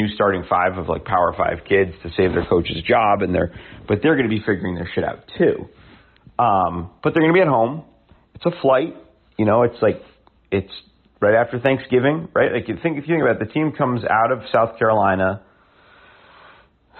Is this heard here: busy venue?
no